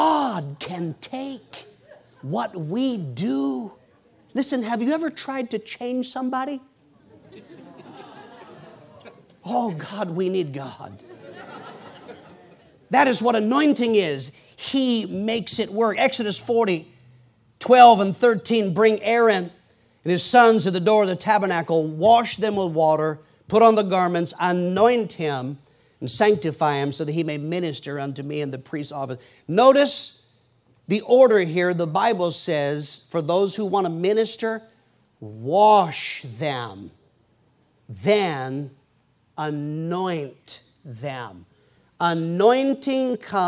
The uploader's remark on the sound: PREACHED IN MCMINNVILLE FRIDAY PM 2011